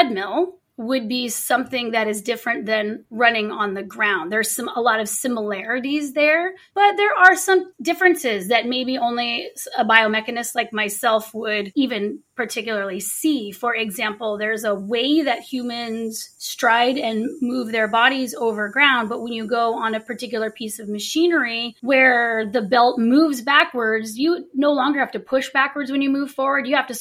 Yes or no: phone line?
no